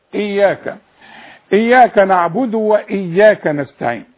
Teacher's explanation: اولا الياء ديت اتنين ياء، اقول اياك، شوف مش اياك نعبد واياك، ايا شوف اتنين يا بص، اي ادي واحدة، اي يا ادي اتنين اهي، فلما تقولها واحدة يبقى مش قرآن. اذا لازم تحقق الياء دهيت وتطلعها اتنين ياء لكن لا تغن